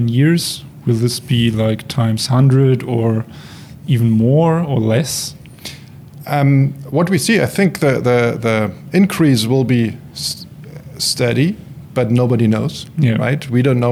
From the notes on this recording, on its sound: At the connect conference 2022 in Dresden